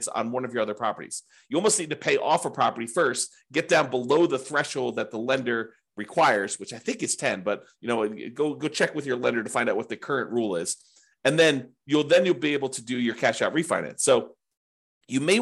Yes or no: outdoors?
no